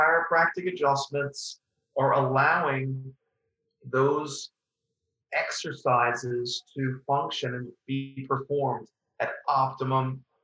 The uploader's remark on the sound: Podcast was recorded over Zoom, and the audio quality differs from that of the introduction.